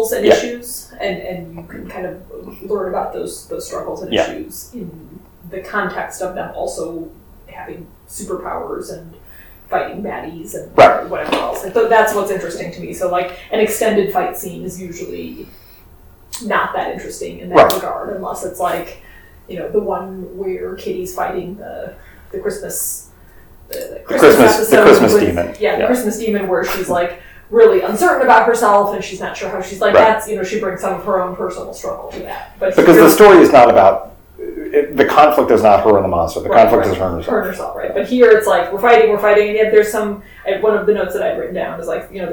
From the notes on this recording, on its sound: The fight scene is almost as bad as the audio. Full disclosure: the audio for this one is terrible. I don't know what happened.